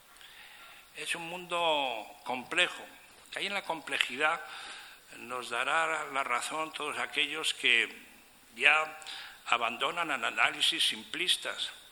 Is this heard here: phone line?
no